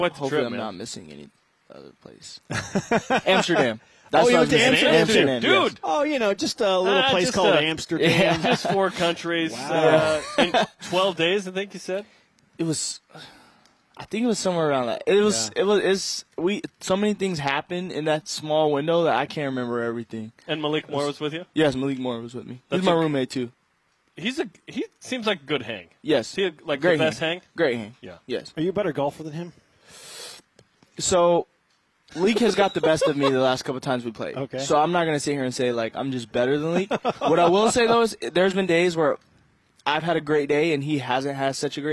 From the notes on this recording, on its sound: BYUSN is live at the Big 12 Media Days.